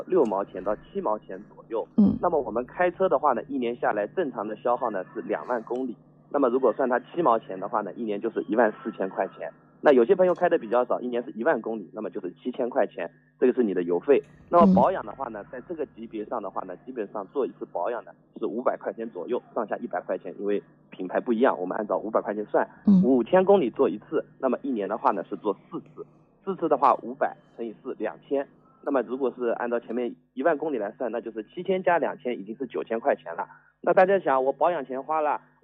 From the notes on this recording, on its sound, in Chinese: 作客金华交通台进行了一次电话连线。杭州去金华的火车票因为春运的缘故没有买上,只有用电话来连线了,音质不太好。